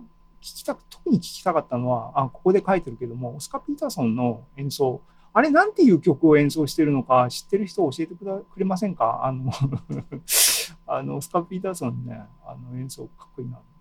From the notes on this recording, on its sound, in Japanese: ２０２２年７月２７日に開催した ZOOMライブの模様です